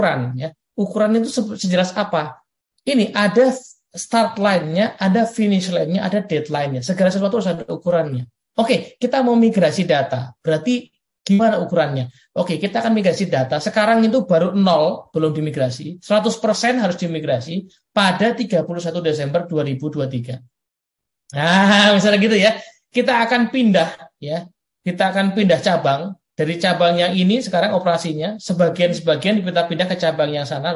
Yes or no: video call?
yes